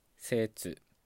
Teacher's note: 「説」っていうのを単体で使う時は「説」なので高い低いのパターンになってるんですよね